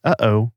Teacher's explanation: And right at the very back of your throat, you have the glottal stop, the sudden swallowed pause you'd find in phrases like, uh-oh.